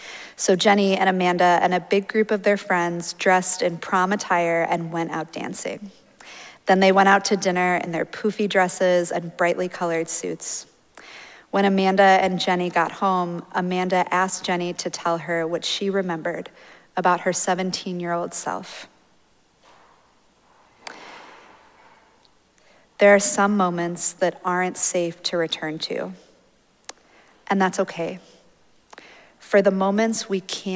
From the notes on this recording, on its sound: Recorded live at Arlington Street Church, Sunday, March 19, 2023.